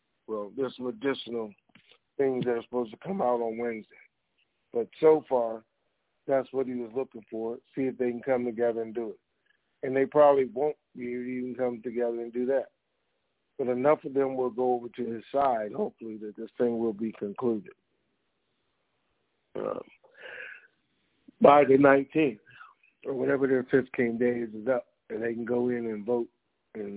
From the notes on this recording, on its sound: TNTSuperfantastic Conference Call